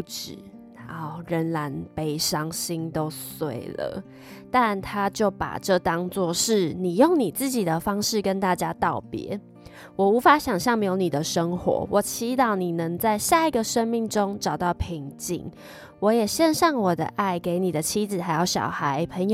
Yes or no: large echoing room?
no